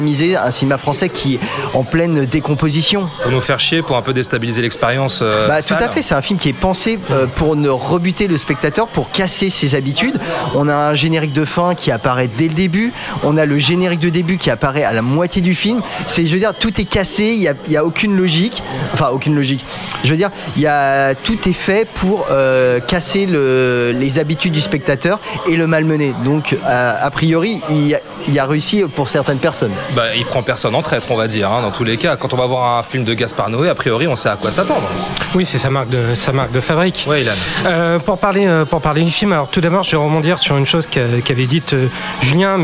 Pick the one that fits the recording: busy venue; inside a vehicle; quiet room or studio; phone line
busy venue